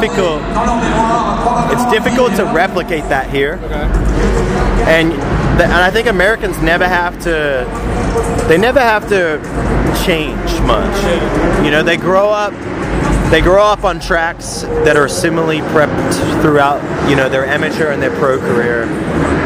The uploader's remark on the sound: At the Paris supercross. There is some background noise.